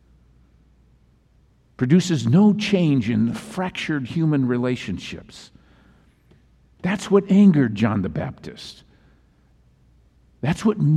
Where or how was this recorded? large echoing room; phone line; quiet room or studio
large echoing room